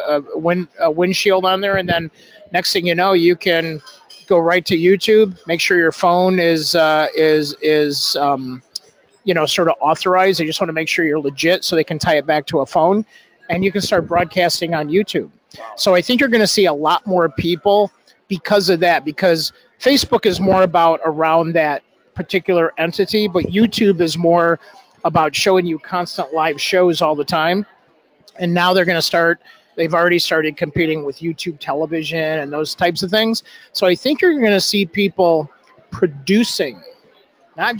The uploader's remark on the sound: LIVE from Social Media Strategies Summit 2018 in Chicago. The Influence Factory is a LIVE webcast.